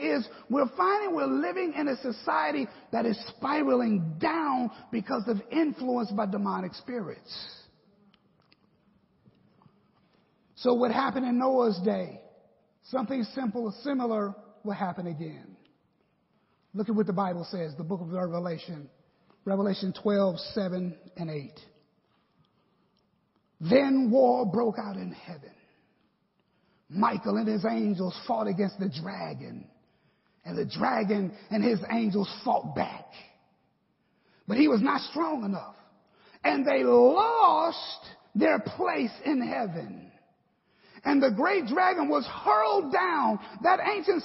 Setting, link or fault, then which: setting, large echoing room